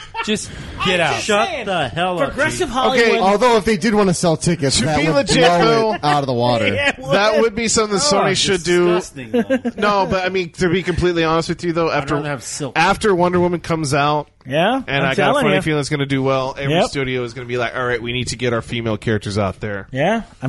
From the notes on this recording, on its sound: All recorded live at Maui Comics & Collectibles.